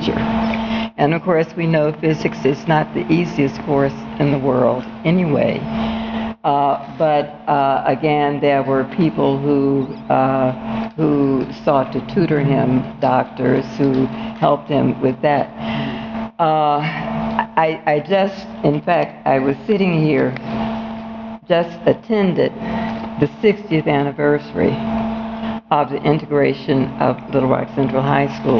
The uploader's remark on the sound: Broadcast from Live Together, Learn Together’s conference in Washington, D. Broadcast from Live Together, Learn Together’s conference in Washington, D.C.